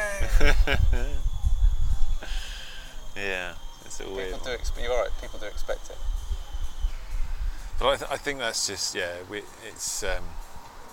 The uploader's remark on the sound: As we reach the fag-end of the British summer we managed to grab a face to face drink outside a cidery (hence the periodic burst of wind across the microphones) on the outskirts of Cheltenham.